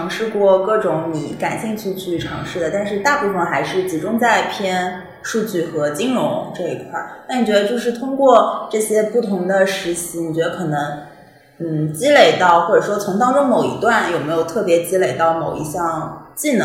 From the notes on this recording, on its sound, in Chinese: 虽然当时办公室装修还比较毛坯。本期线下录制有环境音，不影响对话内容收听。